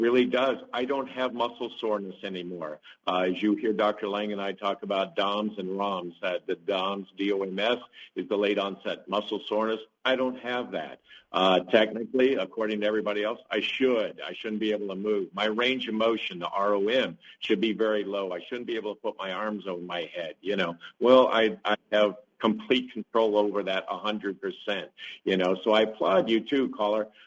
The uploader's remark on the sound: Many live calls in today's show